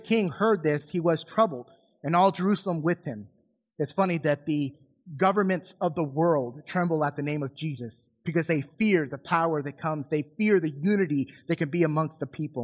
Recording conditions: large echoing room